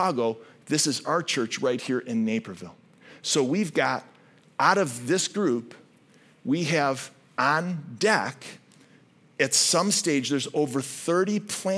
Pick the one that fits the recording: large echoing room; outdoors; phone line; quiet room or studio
large echoing room